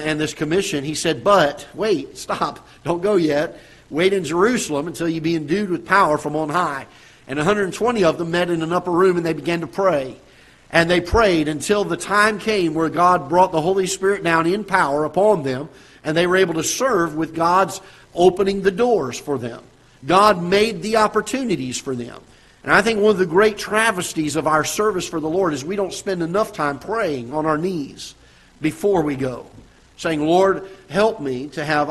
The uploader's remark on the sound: Ketha Heights Baptist Church ~ Live Broadcast